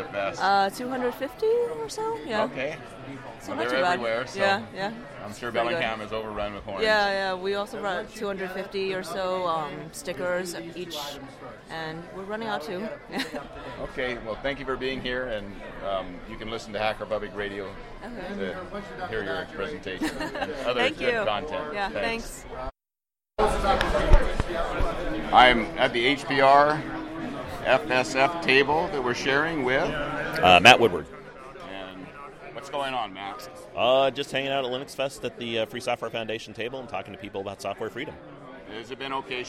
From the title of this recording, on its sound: On Location at LinuxFest Northwest